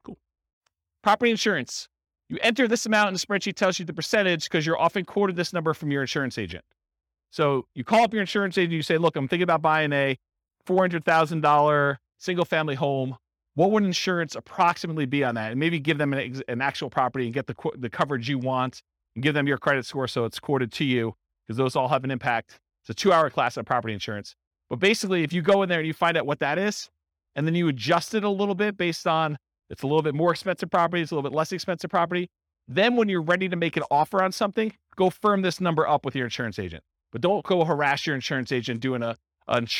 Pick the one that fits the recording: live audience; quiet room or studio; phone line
live audience